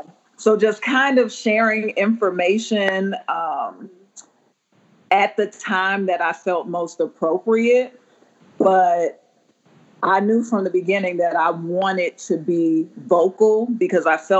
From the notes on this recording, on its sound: I was sitting in a room that got increasingly dark as we were talking and I realized that in my new office, I did not have a lamp or light. We did our interview by Skype at night and by the end of the call, they could barely see me.